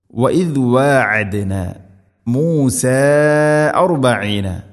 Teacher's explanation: മദ് മുൻഫസിൽ നാലോ അഞ്ചോ ഹർക്കത്തിൻ്റെ ഖദ്ർ നീട്ടാവുന്ന മദ് മദ്ദിൻ്റെ അക്ഷരമായ അലിഫിന് ശേഷം ഹംസ അടുത്ത പദത്തിലാണ്, അതാണ് മുൻഫസിൽ.